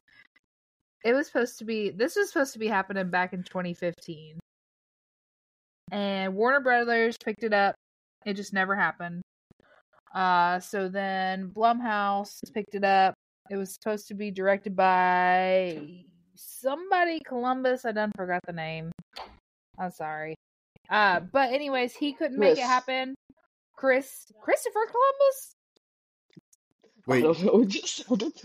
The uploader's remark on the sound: we apologize for all of the technical difficulties